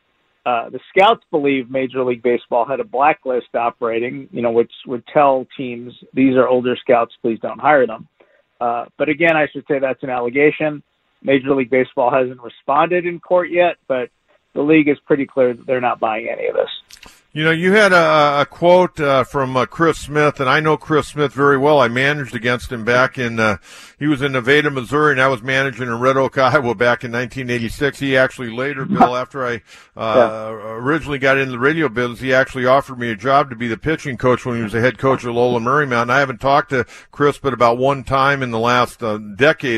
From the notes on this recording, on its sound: Takes your phone calls.